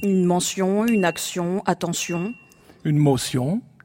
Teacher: Le T se prononce S dans pas mal de mots de la langue française.